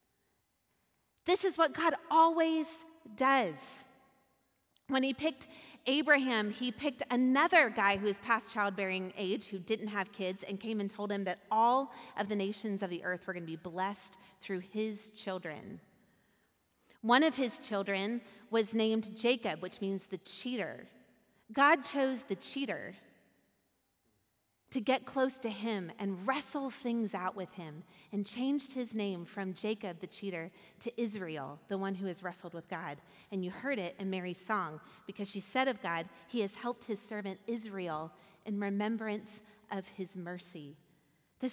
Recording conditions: large echoing room